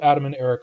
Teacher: But phonetically speaking, both Adam and Eric start with a glottal stop. However, we never write this in English because it's predictable.